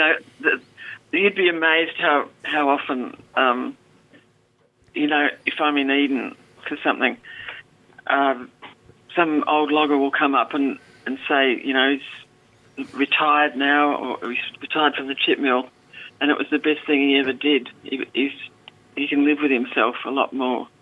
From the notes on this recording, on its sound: Joining us via phone from the South Coast and in studio.